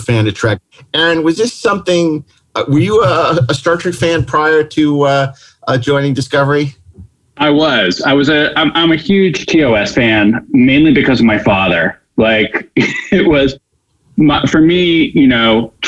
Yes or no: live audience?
no